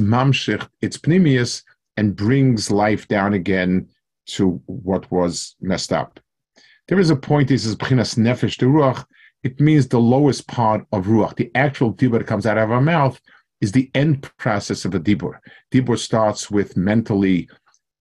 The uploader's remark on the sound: Delivered over Zoom to the YU Community Kollel in Los Angeles, CA.